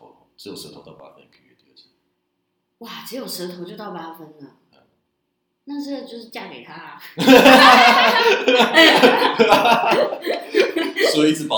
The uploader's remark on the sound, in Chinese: 首集音質不佳。風和日麗的午後。